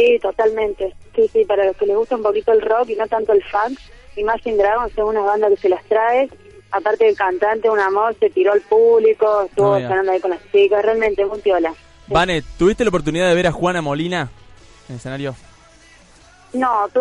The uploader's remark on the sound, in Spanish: Compartiendo telefónicamente todo lo que dejó el tradicional festival del Lollapalooza. En el Hipódromo de San Isidro.